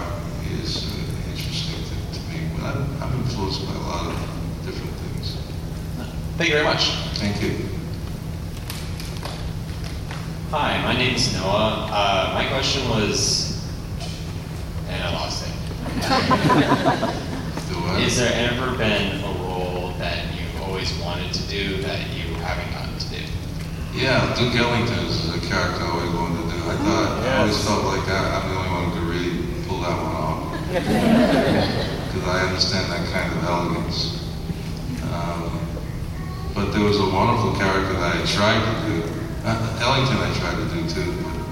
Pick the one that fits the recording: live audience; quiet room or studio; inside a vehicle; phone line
live audience